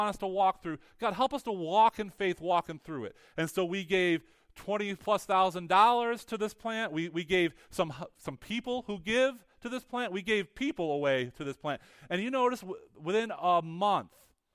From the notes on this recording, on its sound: Weekly teaching audio from Higher Hope Church in Big Flats, NY